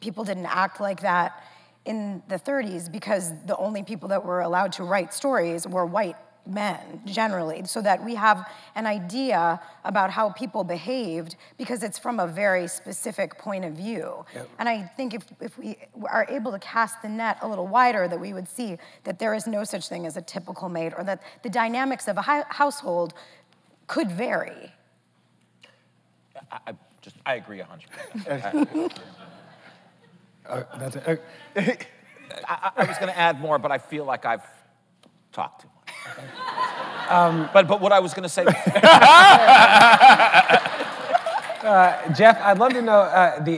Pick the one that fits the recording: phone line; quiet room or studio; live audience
live audience